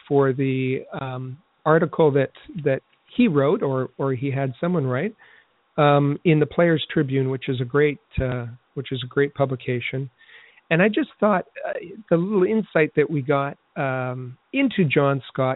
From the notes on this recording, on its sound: We take your phone calls.